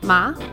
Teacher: The second tone is a rising tone, so as if you were asking a question